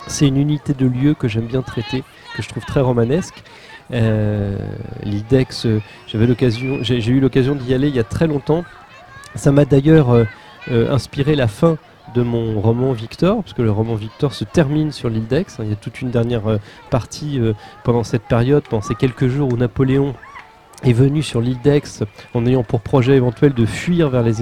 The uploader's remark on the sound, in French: Sur l'île d'Aix, à l'occasion du festival du livre de jeunesse "Aix-Libris".